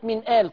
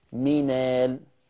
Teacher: ولذلك النقل، بصوا ده أنا قلت لكم في الحلقة السابقة إن النقل إلى ما قبل الحركة، حركة الهمزة للحرف الساكن اللي قبل الهمزة، فبنقل حركة الهمزة للحرف الساكن قبل الهمزة مع حذف الهمزة تخفيفا · Shown in: second take